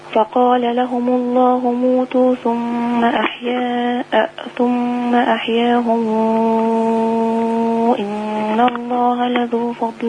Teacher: الميم لما يجي وراها همزة هتعمل لها مو اللي بنسميها صلة الميم ست حركات